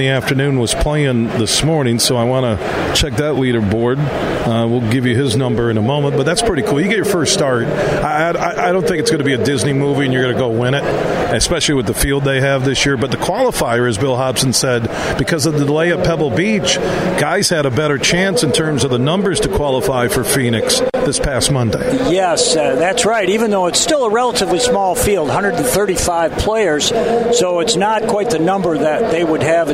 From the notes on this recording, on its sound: Today, we're broadcasting live from the West Michigan Golf Show inside of DeVos Place in Downtown Grand Rapids.